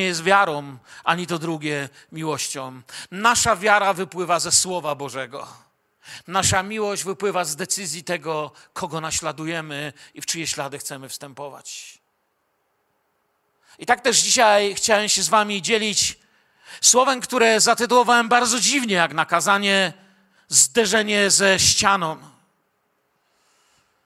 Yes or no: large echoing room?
yes